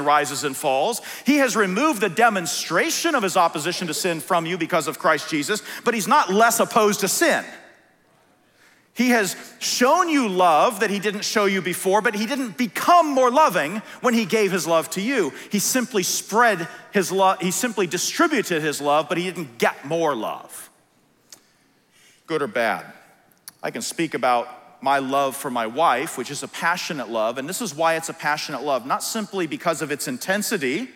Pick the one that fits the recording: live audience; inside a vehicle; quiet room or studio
live audience